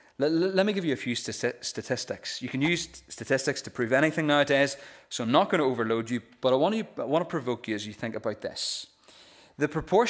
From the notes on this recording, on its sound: This is the recording of the Bible reading and sermon from our evening service on Sunday 4th June 2023.